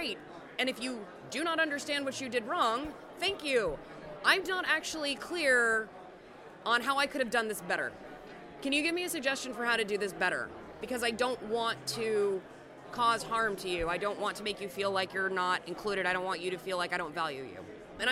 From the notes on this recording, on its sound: at the Twelfth Annual Southern California Linux Expo (SCALE 12x)